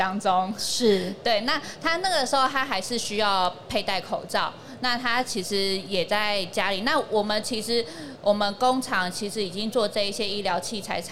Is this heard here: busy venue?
yes